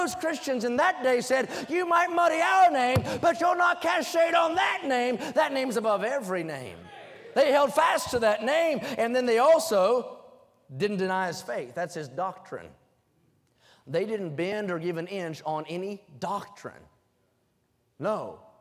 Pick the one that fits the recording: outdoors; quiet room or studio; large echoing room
large echoing room